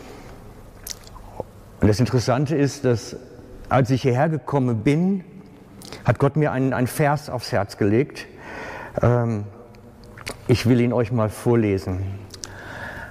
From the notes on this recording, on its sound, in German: Aufnahme vom Pastorentag der SPM im Juni 2019.